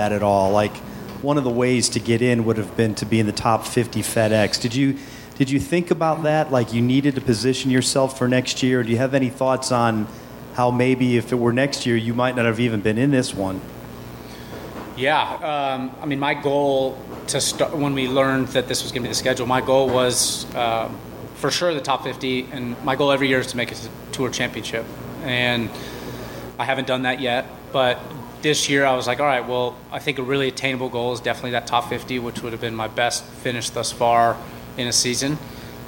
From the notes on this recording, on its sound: Live interviews from The Wells Fargo Championship